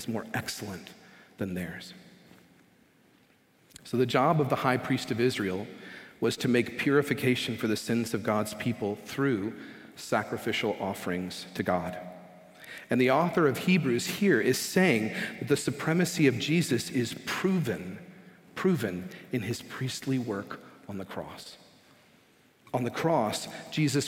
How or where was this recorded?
large echoing room